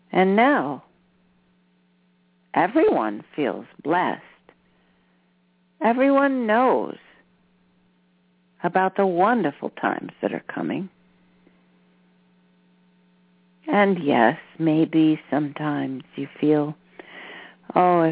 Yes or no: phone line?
yes